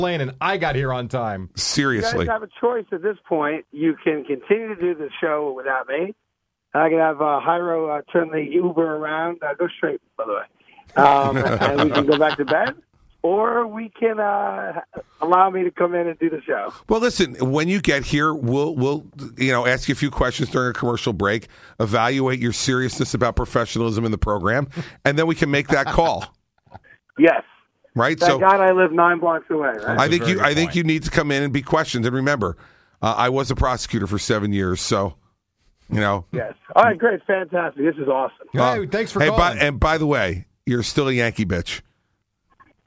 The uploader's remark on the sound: Because of this, the show received a couple phone calls from some familiar voices.